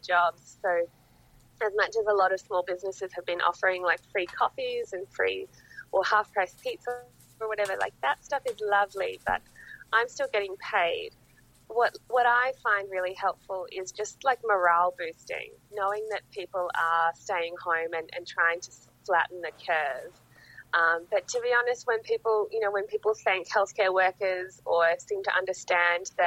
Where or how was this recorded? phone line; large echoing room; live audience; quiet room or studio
phone line